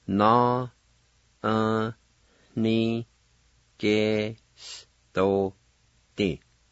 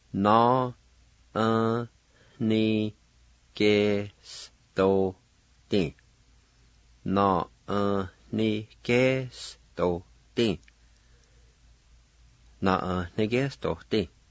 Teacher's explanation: There is a faint H sound right before the N in this word.